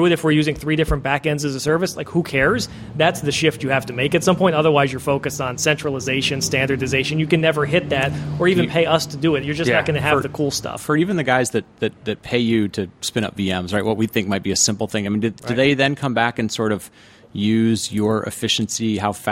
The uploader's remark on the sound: Live from Cloud Foundry Summit